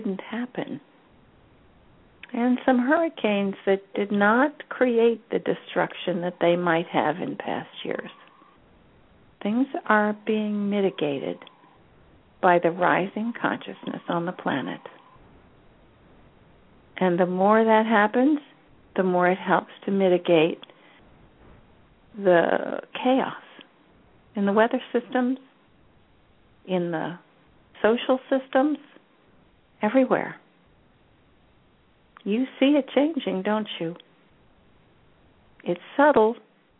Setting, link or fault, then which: link, phone line